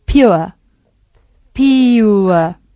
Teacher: aunque aparece escrita la R, es una R ortográfica, no es una R fonética